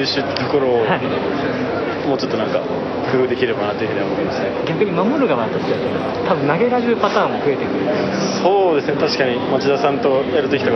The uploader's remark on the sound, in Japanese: 京都サンガFC対長野パルセイロのあとに行われたミックスゾーン取材で録音した。